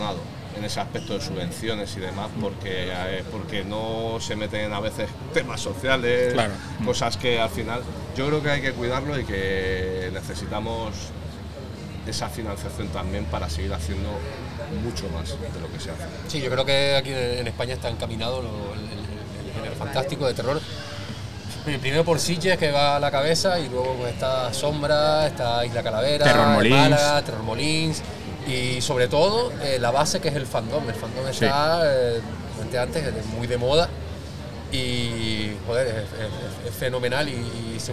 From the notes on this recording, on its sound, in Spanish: Isla Calavera 2023. Ligero tentempié en la recta final del festival isla calavera. Enmarcado en la fanzone del festival.